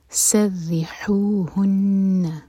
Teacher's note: ہا حلق سے اور ہا سینے سے. سرحوہن، ہن میں ہا سینے سے، نون پر غنہ.